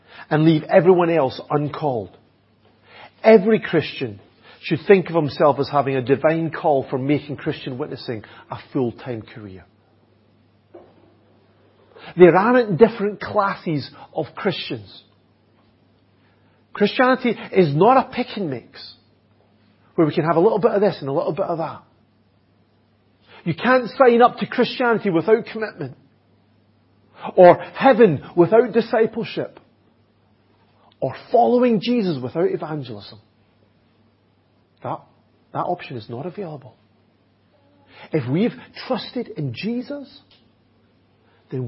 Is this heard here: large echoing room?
yes